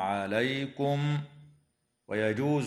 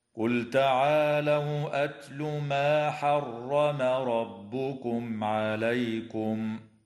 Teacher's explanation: وتظهر الميم الساكنة عند العين في قوله تعالى حرم ربكم عليكم · Term: الإظهار